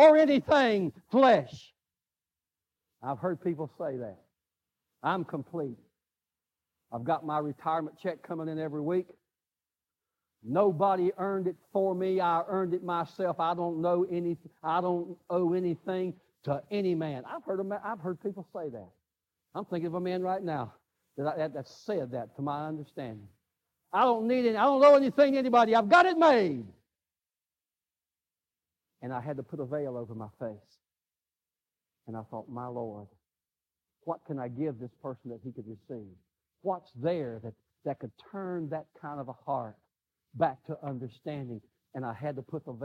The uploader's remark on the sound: Live service.